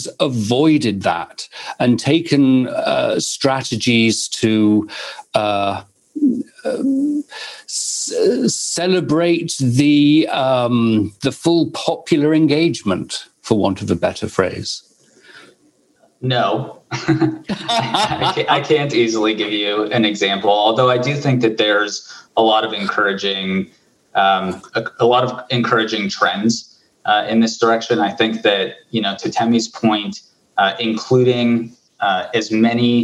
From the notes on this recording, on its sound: This is a recording of webinar discussion. Brought to you by the Bay Area Global Health Alliance, with Co-creation Hub, Mastercard and Zenysis Technologies, as part of Resonance's Inclusive Innovation Exchange.